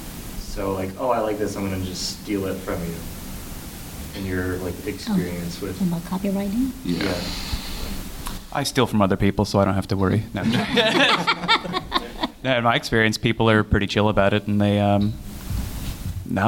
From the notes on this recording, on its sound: From the archives of unreleased episodes comes a fun panel from the inaugural Pensacola Indie Fringe and Comedy Festival! Take questions from the audience.